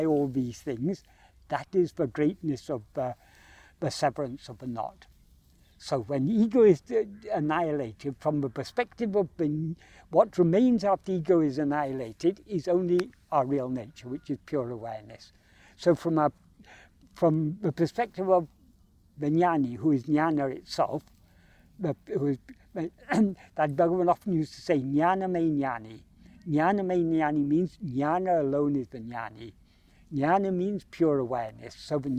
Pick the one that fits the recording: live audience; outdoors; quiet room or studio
outdoors